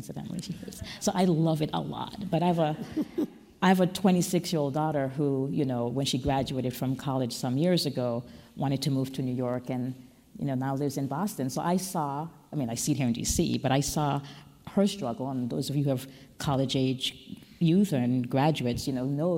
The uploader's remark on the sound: USGBC Live Washington DC Opening Keynote. Joins USGBC Live in person in Washington, DC on June 9 to deliver keynote remarks at our opening session.